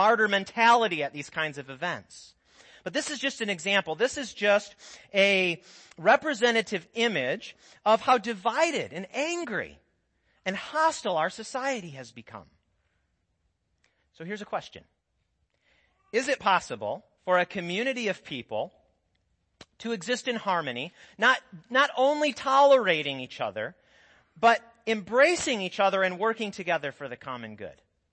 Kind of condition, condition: setting, large echoing room